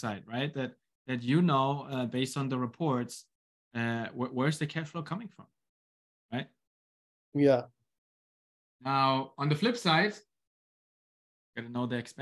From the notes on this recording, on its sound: In this special Zoom session